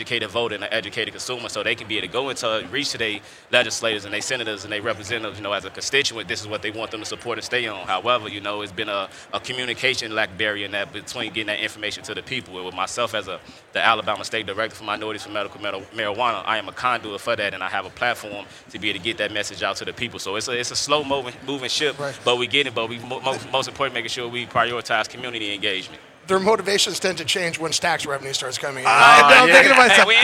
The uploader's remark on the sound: Recorded at MJBizCon 2023